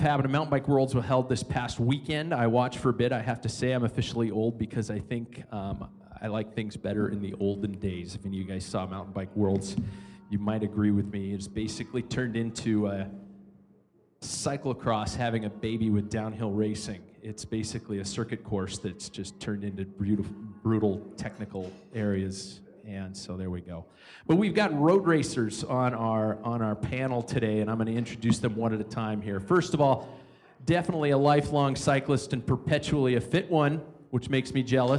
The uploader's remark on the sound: Packfiller LIVE. Packfiller is LIVE at River City Brewing in Spokane, Washington.